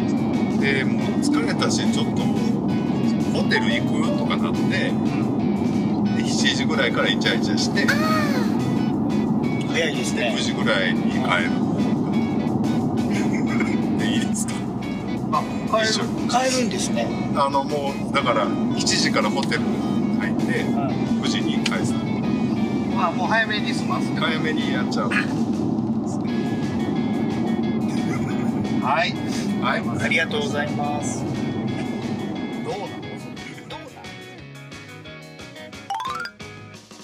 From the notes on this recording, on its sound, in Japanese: 日本一時帰国中、関西に滞在していた際、。ドライブで遊びに出かけていた時に収録した、おじさん3人で繰り広げる駄話をお届けします！ドライブ中の収録のため、音質があまりよくないのと、後部座席に座っている。